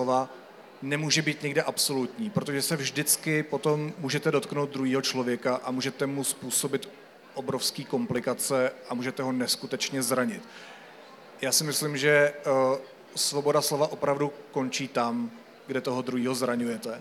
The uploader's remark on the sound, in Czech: na knižním festivalu v Ostravě